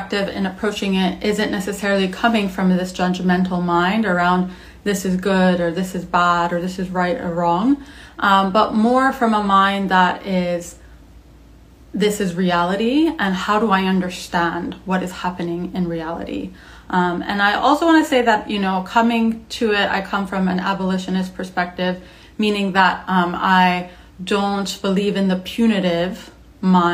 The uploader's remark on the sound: originally as an Instagram Live recorded on January 26, 2022